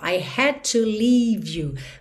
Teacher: Had termina em D, to, começa em ter, você junta num som só.